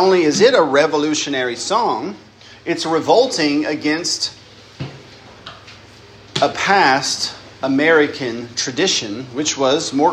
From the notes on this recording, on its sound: lecture given at Christ Church Academy